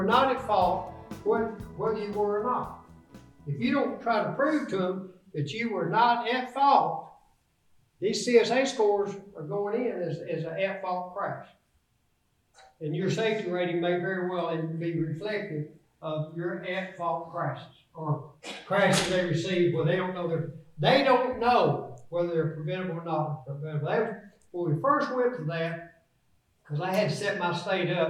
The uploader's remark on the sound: This episode features his talk from the conference of the National Association of Small Trucking Companies